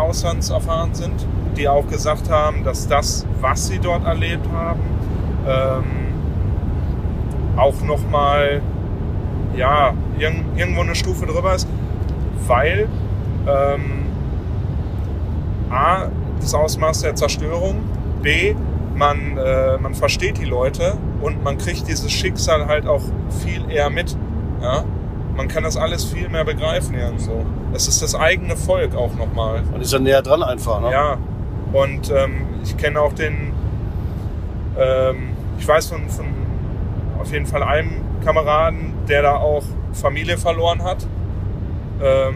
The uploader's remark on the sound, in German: In Erftstadt, Ortsteil Blessem, wo die Reste der Burg neben der Kiesgrube standhaft geblieben sind. Während seiner Reportage-Reise durchs Ahrtal und entlang der Erft aufgenommen hat.